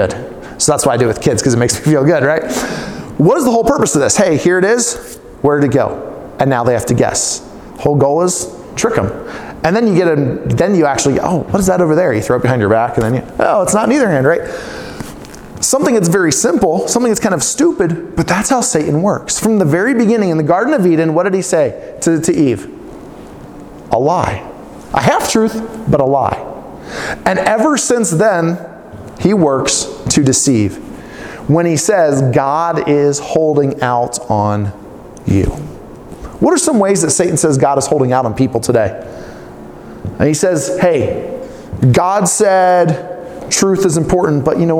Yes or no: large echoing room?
yes